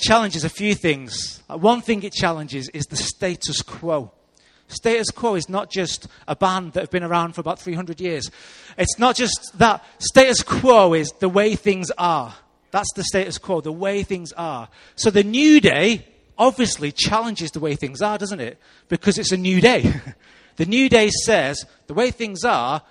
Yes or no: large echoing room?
yes